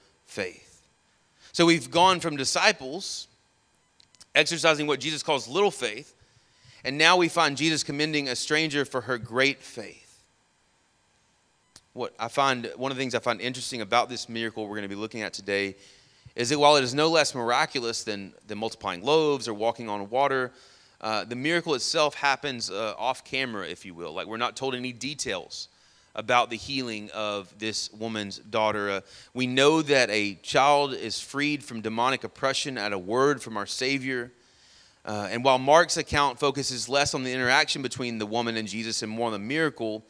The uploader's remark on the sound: Sermon audio from our morning service